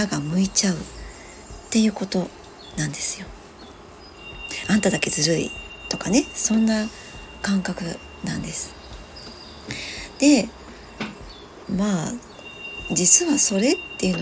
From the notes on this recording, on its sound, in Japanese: 外の音が様々入ってしまっています お聞き苦しい所がありましたらすみません